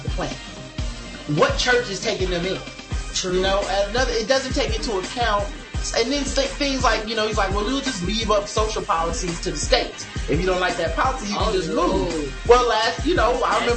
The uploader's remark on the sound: The audio is a little “echo-y” on this show but the issue has been fixed for future shows.